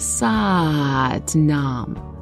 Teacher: If you're repeating it, you should prolong the first A, like Sat Nam.